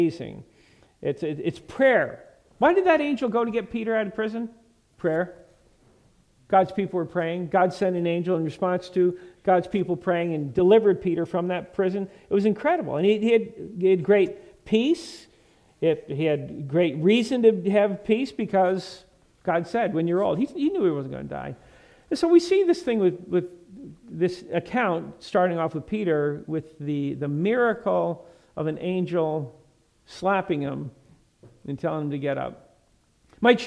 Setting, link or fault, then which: setting, large echoing room